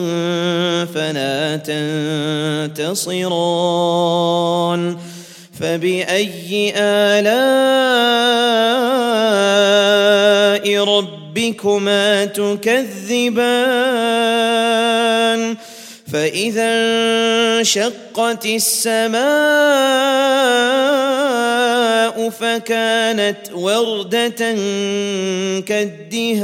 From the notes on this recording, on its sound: at the Houghton Masjid (West Street)